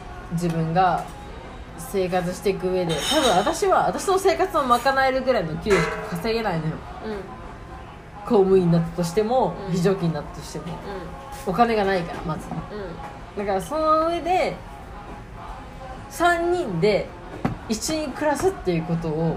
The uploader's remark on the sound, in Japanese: エンディング撮り忘れましたごめんなさい。ブツ切れしてます。収録場所が沖縄料理屋だったのでBGMは陽気な音楽が流れています。